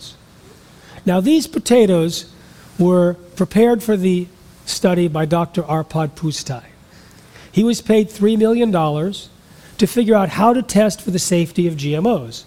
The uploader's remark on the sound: speaks in front a live audience